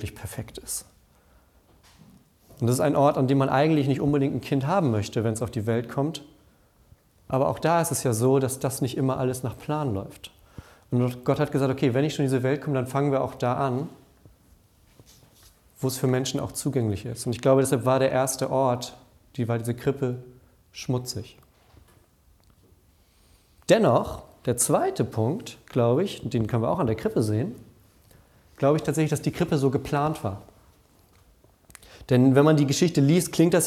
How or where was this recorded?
large echoing room